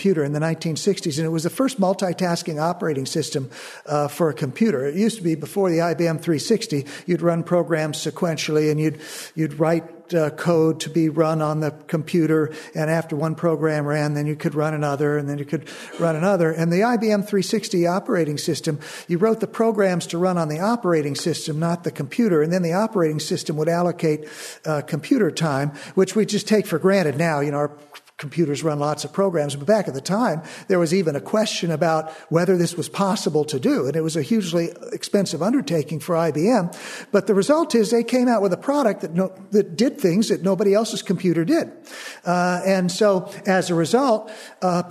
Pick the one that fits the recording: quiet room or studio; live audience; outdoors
live audience